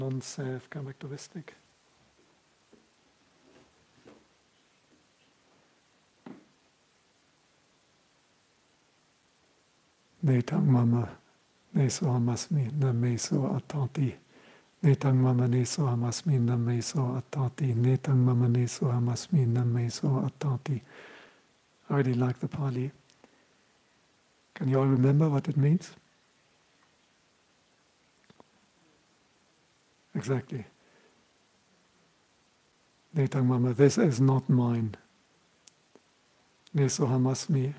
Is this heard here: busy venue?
no